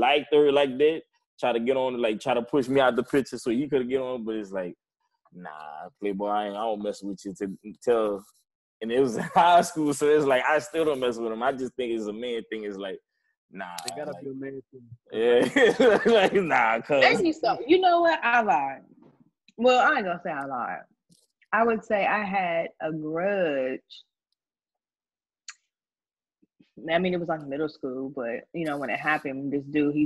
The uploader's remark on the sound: This is our first episode live on zoom